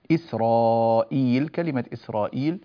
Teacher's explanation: في قوله تعالى إسرائيل، كلمة إسرائيل كالعادة ننبه إلى أن إيل هنا هذا مد بدل، ولكن لم نمده أربع حركات، ليس لأننا نقرأ بقصر البدل أبدا، قرأنا بالتوسط، لكن لأن البدل هنا مستثنى، هذا البدل لا يجوز مده أكثر من حركتين، هذا مستثنى ومن الكلمات التي يمد البدل فيها حركتين فقط.